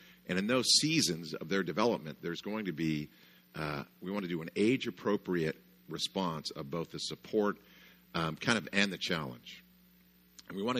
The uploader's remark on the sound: session 1, of our first annual Parenthood Conference at Coastline Church